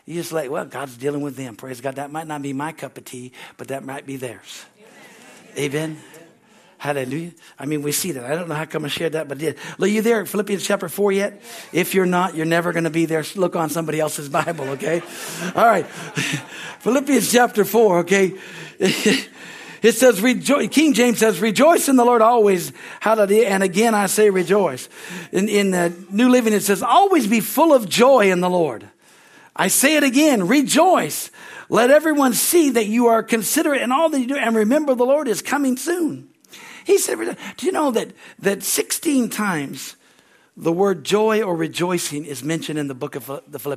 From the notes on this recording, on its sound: is from the Sunday service on December 17, 2023 at Harvest Bible Church in Stockton, California.